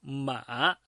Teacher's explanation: Ang ikatlo ay pababa at pataas. · Term: pangatlong tono